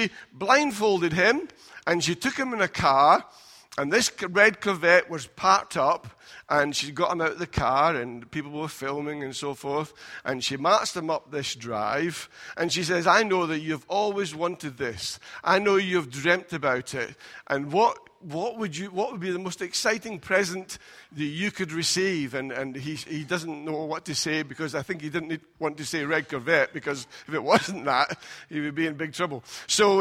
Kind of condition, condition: setting, large echoing room